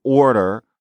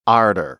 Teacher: in many contexts, or becomes are · Shown in: second take